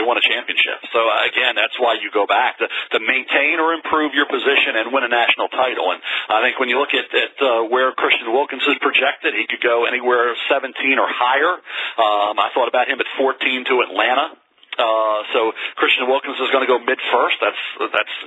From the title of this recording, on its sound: NFL Draft Conference Call